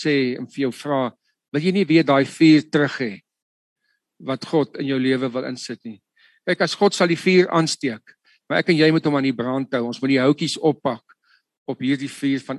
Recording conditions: video call